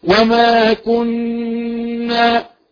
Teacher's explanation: كلمة كنا النون المشددة غنى بمقدار حركتين